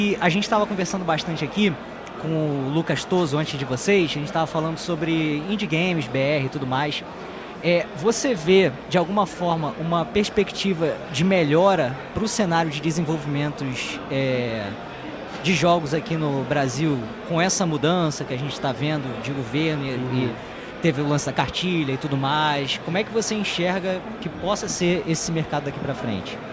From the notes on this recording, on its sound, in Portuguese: Neste episódio gravado diretamente da Retrocon 2023.